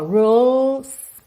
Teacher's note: Atenção que como a letra E não é pronunciada, você já parte do L, que a linguinha está lá no céu da boca